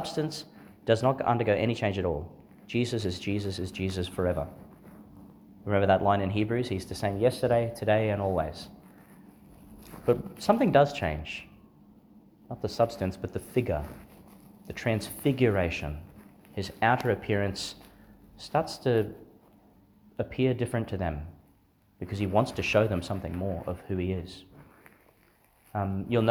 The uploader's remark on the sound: delivered in St Therese's Church, Monto, Qld.